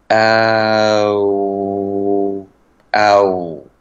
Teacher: 重点是嘴唇是放松的，嘴巴是张开的，一个啊，然后继续呃送气，不要停顿，不要断气，一直送气，然后就嘴唇嘟起来